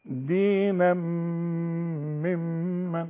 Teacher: التنوين اللي بعده ميم إدغام كامل بغنة، دينا ممن، وعندي غنة هنا وغنة هنا اوعى تنساها.